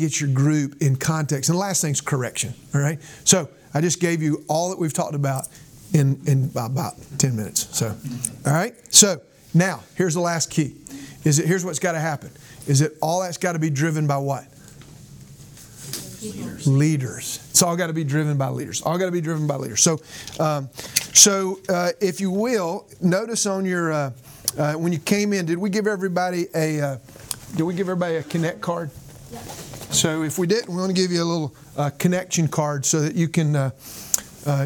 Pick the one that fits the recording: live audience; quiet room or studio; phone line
live audience